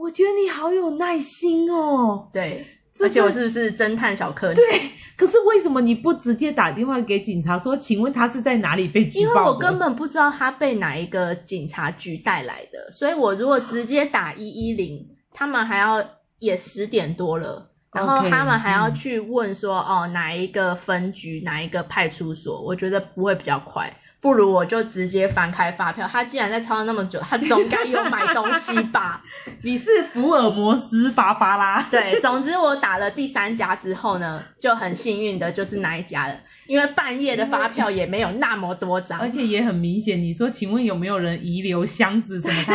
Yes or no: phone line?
no